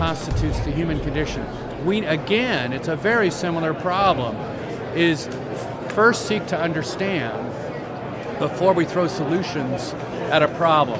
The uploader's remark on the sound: LIVE from #HiMSS16. In the LIVE from HiMSS16 series we were privileged to chat.